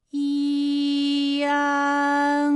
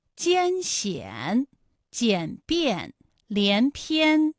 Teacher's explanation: 参战、反感、烂漫。好，下面呢，我们来发一安的发音。发音的时候呢，从前高不圆唇元音一开始，舌位向前低元音啊的方向滑降，舌位只降到半低前元音 i 的位置就开始升高，发 i 后软腭下降，逐渐增强鼻音色彩，舌尖迅速移到上齿龈，最后抵住上齿龈，做出发鼻音呢的状态。大家可以跟我来感受一下啊，一安，哎，这三个音发完整，我们每一个状态呢都能知道它的音的流向，当然最后一定还是要归到鼻音呢才算是发完整。好，大家一起来跟我来发下面这组词：艰险、简便、连篇。好，我们继续再来发乌安。乌安的发音的时候呢，是从圆唇的后高元音乌开始，口型迅速的由合口变为开口状，舌位向前迅速滑降到不圆唇的前低元音啊的位置呢，就开始升高，发啊后软腭下降，逐渐将鼻音色彩增强，舌尖迅速移到上齿龈部，最后抵住上齿龈，发出鼻音呢的状态。看啊，大家感受一下，从合口改为开口